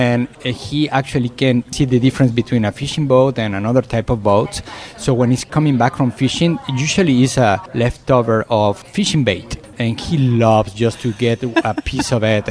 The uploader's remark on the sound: Live from the Hyatt Ziva Los Cabos